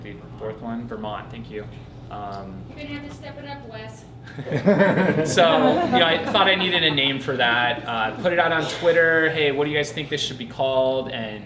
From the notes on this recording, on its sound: Live at Sole Sports in Tempe, AZ.